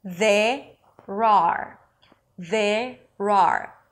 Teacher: the consonant of the first word becomes the beginning of the second · IPA: ðerər